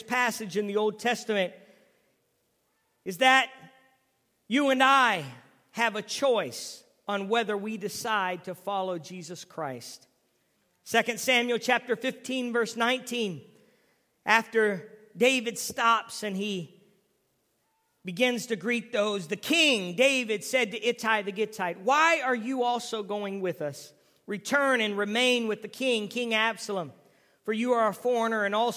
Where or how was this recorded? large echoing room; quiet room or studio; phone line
large echoing room